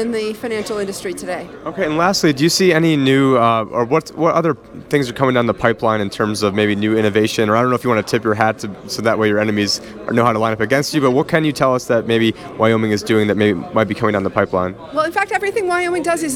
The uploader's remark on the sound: This is an episode that never aired. This is from the Coin Agenda Conference.